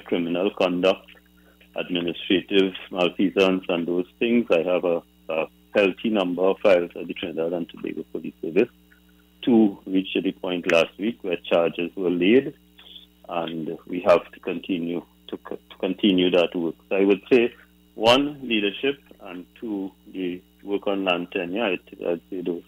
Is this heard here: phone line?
yes